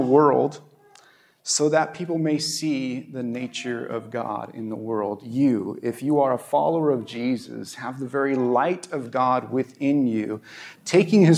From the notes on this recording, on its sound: at our new location at View ridge Middle School in Ridgefield, Wa.